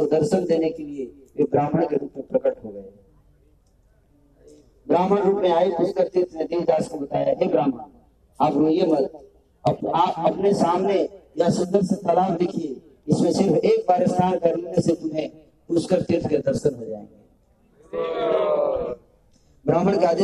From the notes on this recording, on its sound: Occasion : Mayapur Yatra 2020. Audience : Camp devotees.